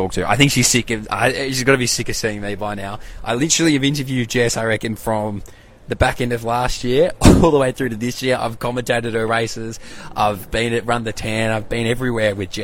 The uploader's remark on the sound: LIVE FROM THE WORLD CHAMPS